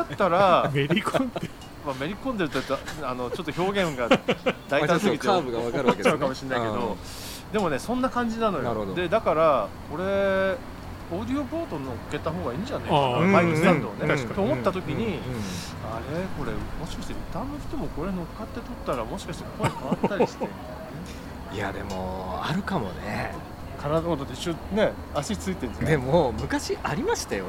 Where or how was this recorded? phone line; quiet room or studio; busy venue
busy venue